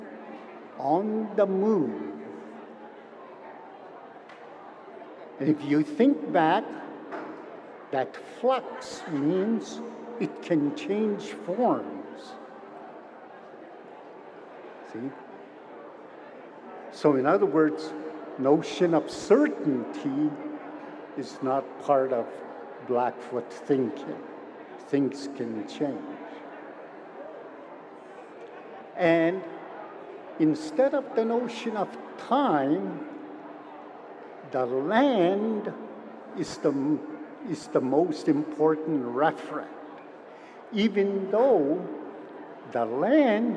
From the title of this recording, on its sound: Recordings from the 2022 Siksika Health Fair